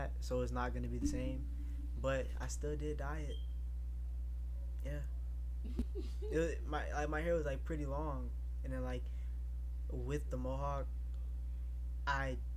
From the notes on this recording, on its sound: This is our first ever podcast so if the quality doesn't sound too great we're working on it so be patient.